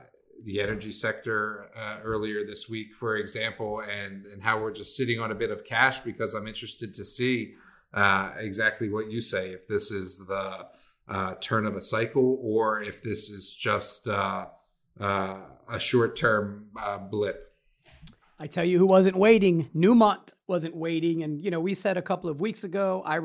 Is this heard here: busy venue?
no